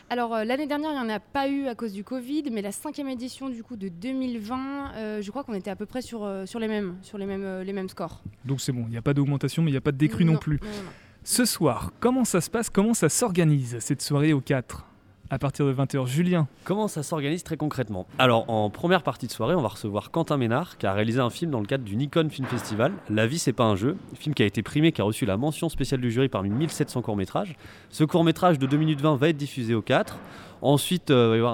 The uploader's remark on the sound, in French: Nous étions en direct du festival Premiers Plans – Angers Film Festival , au Centre des Congrès d’Angers. Un Sous-Marin en direct du festival Premiers Plans.